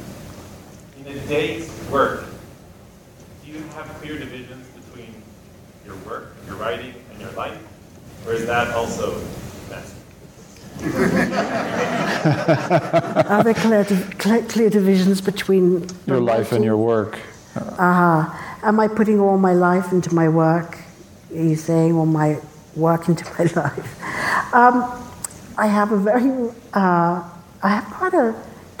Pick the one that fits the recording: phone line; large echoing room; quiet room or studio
large echoing room